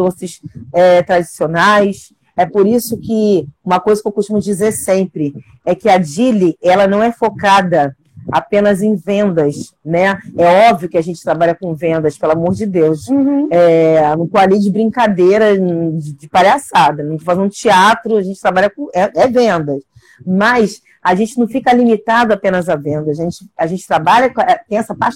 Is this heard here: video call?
yes